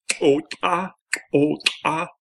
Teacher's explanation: They're both ejective or glottalized.